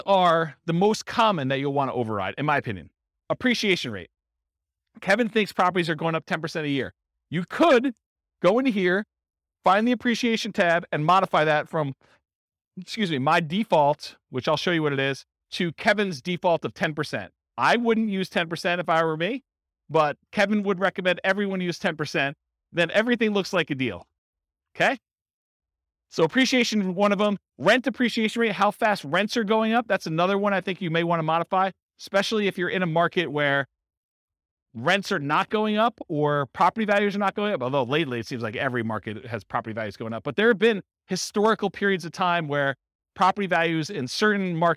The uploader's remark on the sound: This was a live class recorded